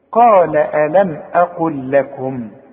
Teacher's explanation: عند الوصل بنقولها لام واحدة لانها بدون تشكيل